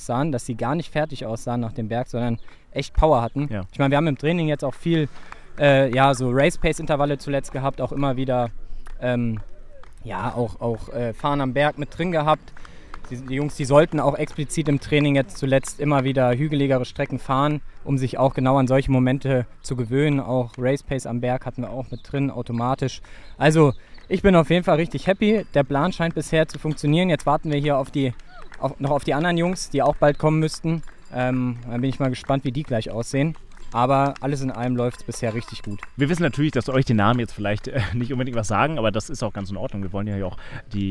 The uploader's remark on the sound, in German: LIVE vom Ironman Kraichgau 70.3. Wir sind beim Ironman Kraichgau 70.3 live vor Ort mit dabei und zeigen euch, was den Triathlon-Klassiker in Baden-Württemberg so besonders macht.